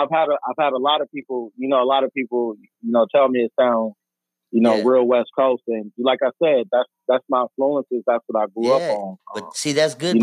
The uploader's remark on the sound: TAPS IN ON THE PHONE. FROM ARIZONA.